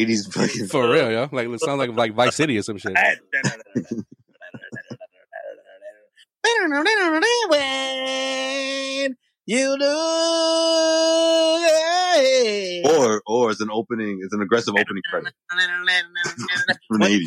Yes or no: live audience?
no